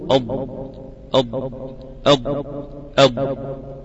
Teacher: إحدى حافتي اللسان مما يلي الأضراس العليا، سواء كانت يسرى أو يمنى، ويخرج منه الضاد · Term: حرف الضاد